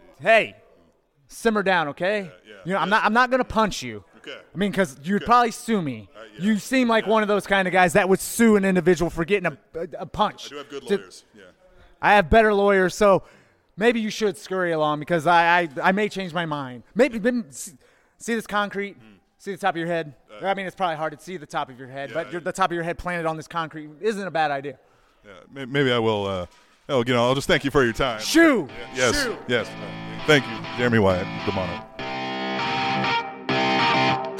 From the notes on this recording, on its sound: attended the 2nd NWL KC show and got some great audio